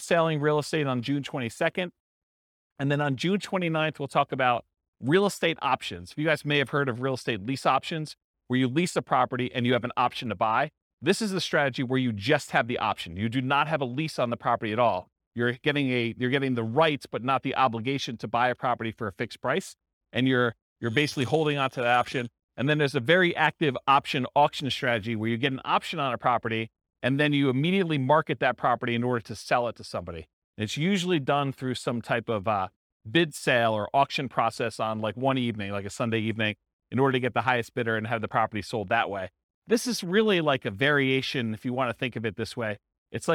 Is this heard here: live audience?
yes